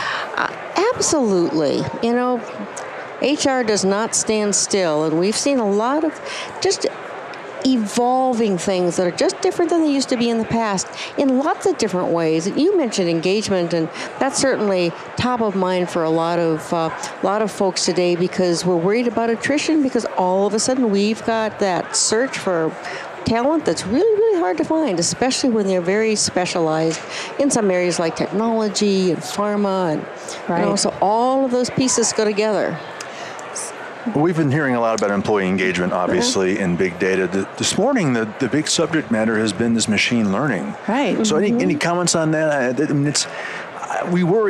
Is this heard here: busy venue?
yes